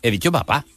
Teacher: Hay un arrastre del sonido anterior al sonido que viene a continuación. En papá, esa segunda P lleva un poquito de la carga de cómo teníamos la boca en la A · Term: coarticulación